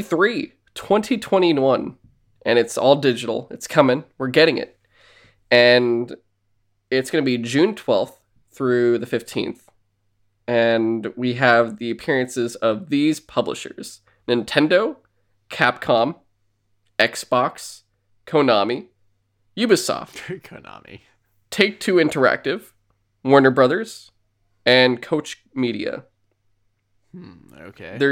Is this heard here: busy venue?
no